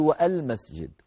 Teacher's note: إن كانت في وسط الكلام في درج الكلام تسقط همزة الوصل ويبقى لام التعريف فقط